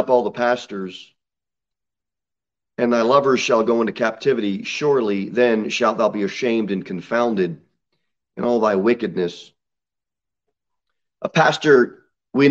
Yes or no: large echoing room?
yes